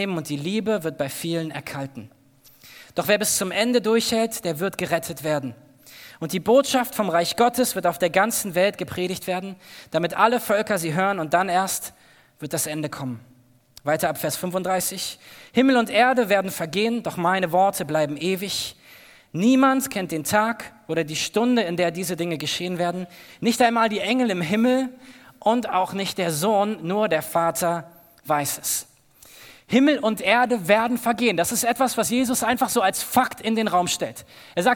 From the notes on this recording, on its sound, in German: aus unserem Gottesdienst am 20.